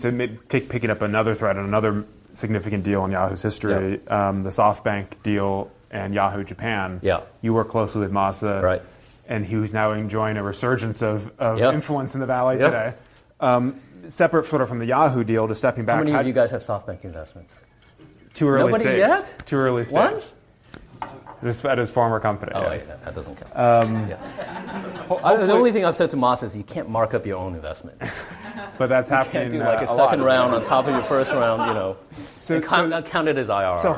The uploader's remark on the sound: He was interviewed in front of a live audience in San Francisco.